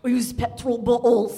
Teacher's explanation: he'd have all those glottal stops